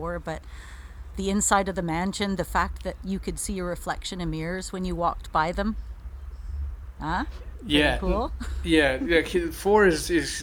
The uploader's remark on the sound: We experienced some technical difficulties recording this one so please excuse the background noise